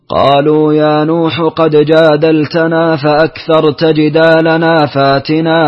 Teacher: بإبدال الهمز وإشباع المنفصل وهو كذلك لا يدغم الدال في الجيم